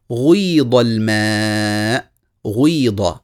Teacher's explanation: غيض كسر الغين كسرا كاملا من بدايتها يقول غيض الماء غيض يضم الشفتين وهو ينطق غينا مكسورة في أول النطق